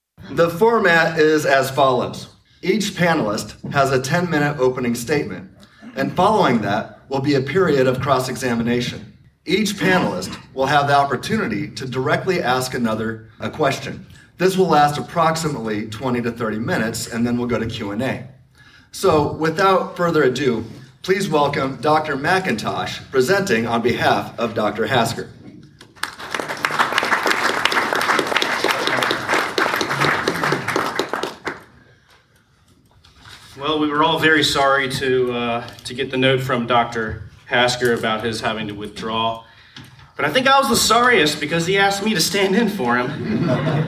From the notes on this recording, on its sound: four opening speeches in a book session at the Evangelical Philosophical Society conference in San Antonio, Texas in November of 2023